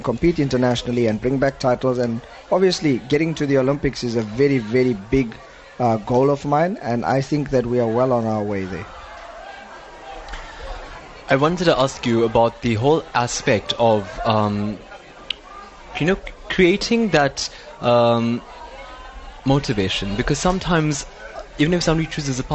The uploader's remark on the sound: NewsbreaK Talk LIVE from the SA Karate 2017 Nationals. Lotus FM — SABC News and Current Affairs. Live broadcast from the 2017 SA Karate Nationals.